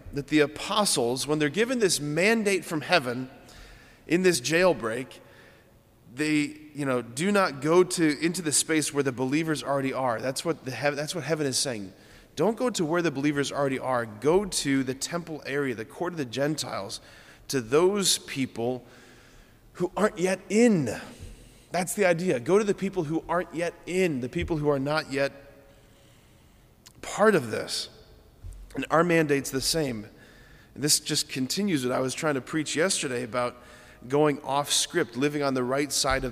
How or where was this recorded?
large echoing room